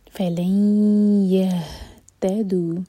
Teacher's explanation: حرکہ دال پر فتحہ ساتھ میں ہے الف مقصورہ فلن يهتدوا ادغام غنہ کے ساتھ تو دو سیکنڈس کا ٹائم دیں اور ناک میں آواز لے جائی جائے گی فلن يهتدوا ہا سینے سے سکون کے بعد تا پر زور